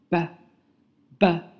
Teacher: 这是一个 voicedsound，是一个浊复音，它的发音是“吧，吧”。在发这个音的时候呢，我们的技巧是双唇首先要紧闭，然后突然放开，让气流发出去，吧，吧。并且同时呢，你的声带是震动的，因为这是浊复音。OK，请大家自行跟读模仿这个音标的发音。然后呢，我们一起来朗读一下，还有这个 b 音标的单词。B, bbird, boo, busy, ball, black, blue, body, banana, beer